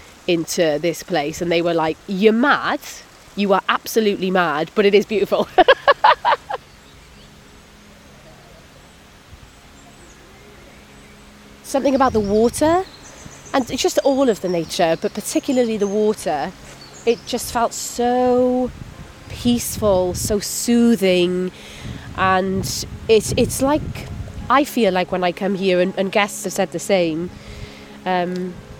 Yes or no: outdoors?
yes